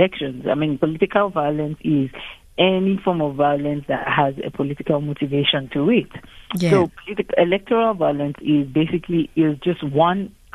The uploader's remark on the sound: GUEST (phone).